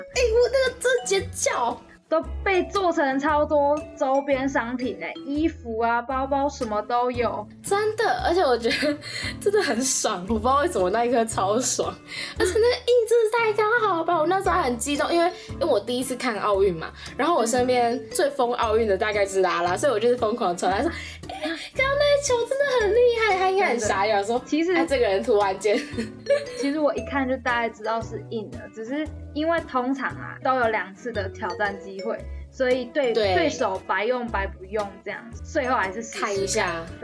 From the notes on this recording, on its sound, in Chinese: 這次分別錄製節目單元時，因為麥克風有點怪怪的，後面碰上大雨，在家隔音效果不佳(有降噪了)，所以這次的音質不太好。